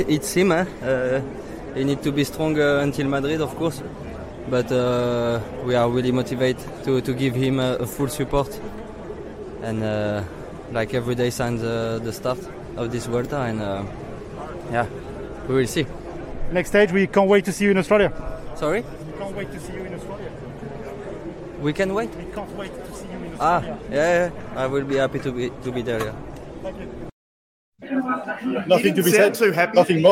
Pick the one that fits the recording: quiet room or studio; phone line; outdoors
outdoors